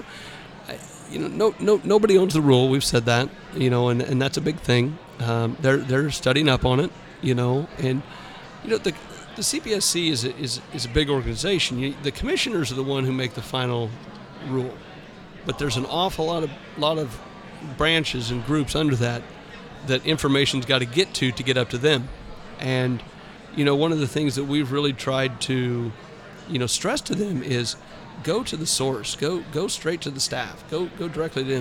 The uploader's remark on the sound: This episode of Fireworks Brigade was recorded around midnight during “Afterglow” on night 2 of the NFA’s Annual Expo in Branson, Missouri.